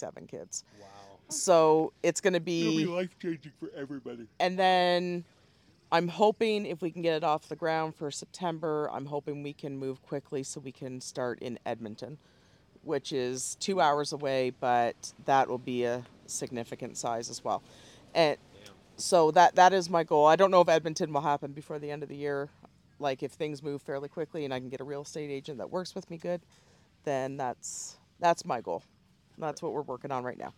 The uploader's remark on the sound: IN PERSON ROUND TABLE AT THRIVALIST FAIR. This is the recording of the Workshop Get together at the Thrivalist Fair in Addy WA.